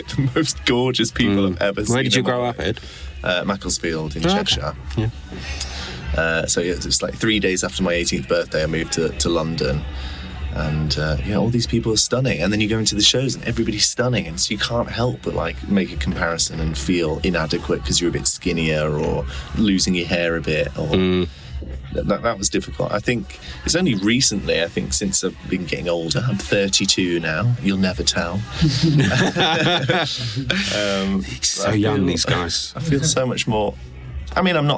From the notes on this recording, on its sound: This was the first time I ventured out of my own home studio to meet the guests in person. Sorry about the background noise in the members club!